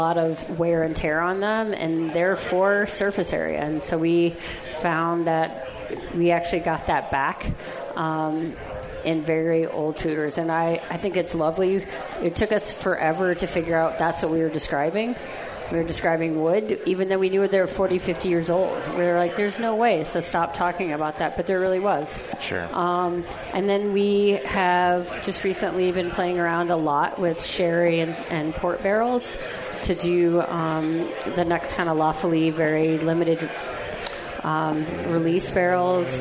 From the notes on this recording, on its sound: The Sour Hour broadcasts live from The Hop Grenade Taproom in Fort Collins, Colorado!